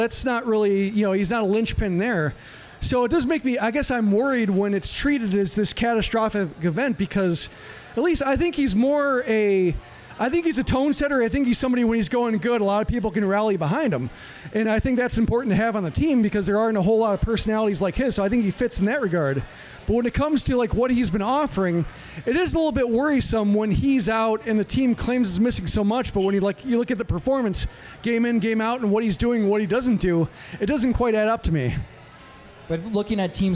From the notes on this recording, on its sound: For the first time, we recorded in front of a live audience.